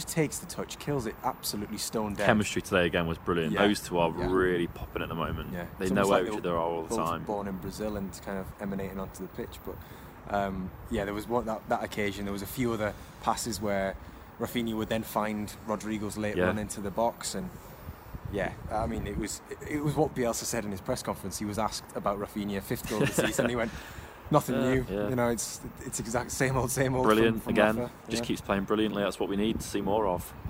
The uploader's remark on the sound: LIVE from Elland Road